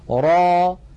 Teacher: را را تتألف من راء مفتوحة بعدها ألف وليس في آخرها همزة، ليس في آخرها همزة. را هذا مد طبيعي، ألف مسبوقة بفتحة، نمدها بمقدار حركتين ونحرص ألا نخرج في آخرها همزة